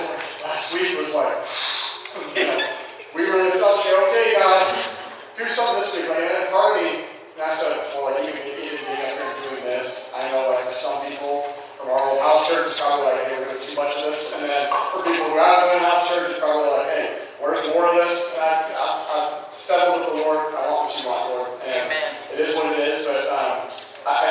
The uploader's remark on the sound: Had an issue with the recording so sound quality is not as good. We felt the message was important enough to share even in reduced quality.